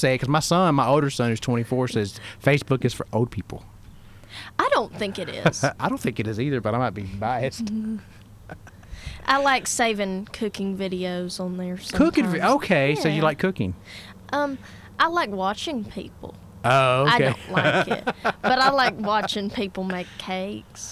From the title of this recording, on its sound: live from the Bird's Nest